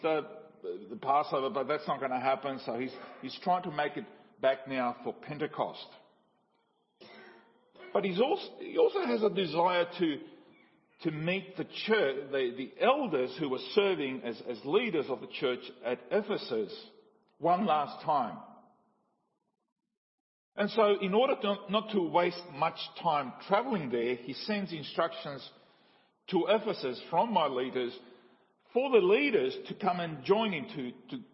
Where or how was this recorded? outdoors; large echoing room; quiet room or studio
large echoing room